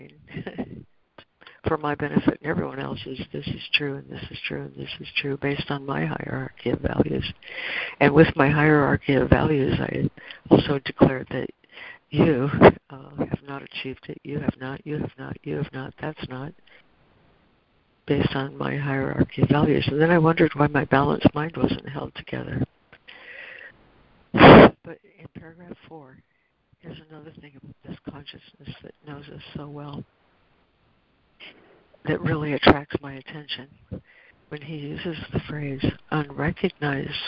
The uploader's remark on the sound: ACIM Daily Conference Call.